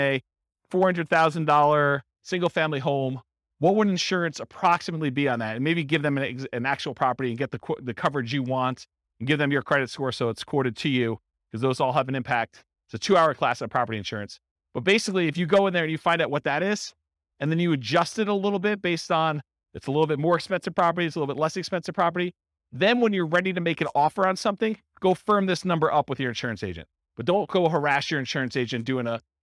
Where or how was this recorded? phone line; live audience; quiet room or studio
live audience